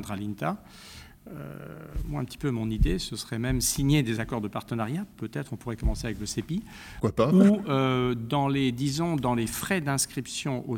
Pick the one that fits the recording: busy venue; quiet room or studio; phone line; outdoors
busy venue